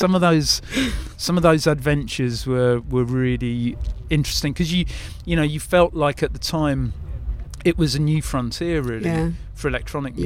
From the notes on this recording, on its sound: Interview at Brighton Music Conference. Recorded live for istreem.tv.